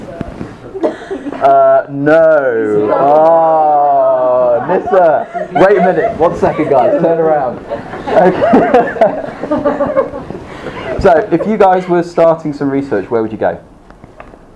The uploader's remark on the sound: This episode is a live recording of the second session of #UnblindingResearch held in NUH DREEAM 21st March 2018.